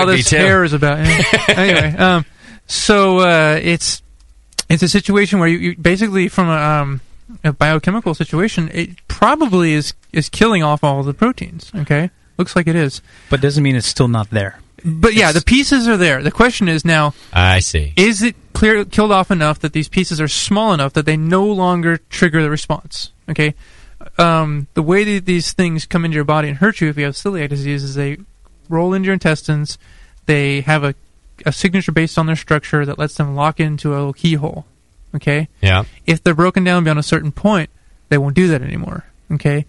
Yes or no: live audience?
no